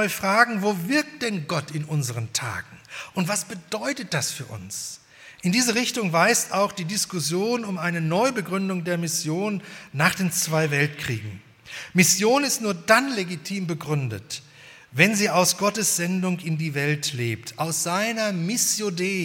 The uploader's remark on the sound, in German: Bei der 120-Jahre-Feier der Liebenzeller Mission.